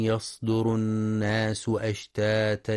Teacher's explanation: يخطئ من يقرأ يصدر بترقيق الصاد فتقترب من السين يسدر، والصواب تفخيمها